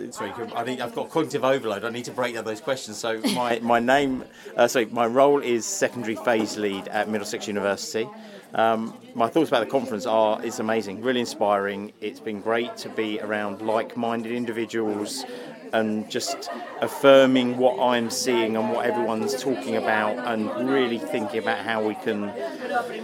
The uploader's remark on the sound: Geography Teacher Educators Conference 2024. This shot of geography-laden caffeine is a break-time chat at the Geography Teachers Educators Conference, that took place at the end of January 2024 in York.